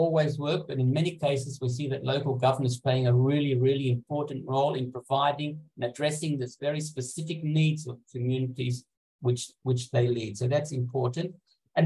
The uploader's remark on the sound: in this recorded webinar